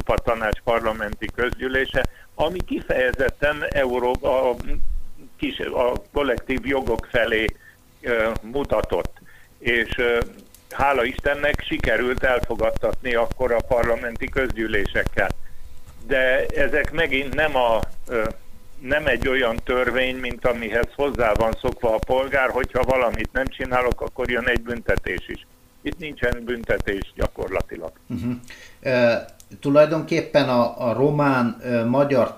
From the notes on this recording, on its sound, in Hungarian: A hangminőséget a telefonkapcsolat befolyásolta, a téma fontossága miatt mégis közöljük a beszélgetést; újrarögzítésre nem volt lehetőségünk.